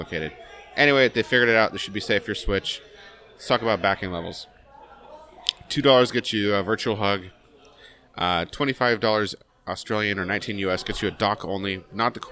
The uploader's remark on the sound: This week we are live again from another local tap house.